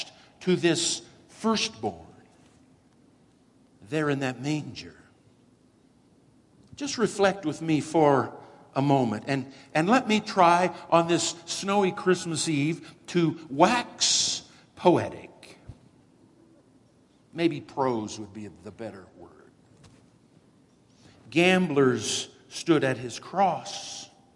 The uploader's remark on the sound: Woodland Life Church Live